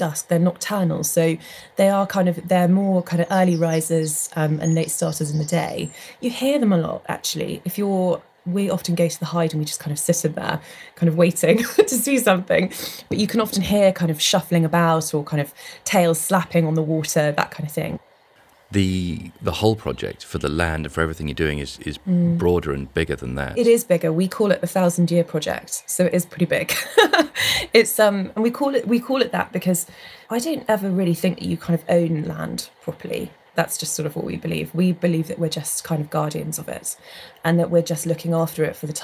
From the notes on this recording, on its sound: We’re heading into the great outdoors. The land where they run their glamping holidays in Cornwall and get interrupted by a nosy chicken.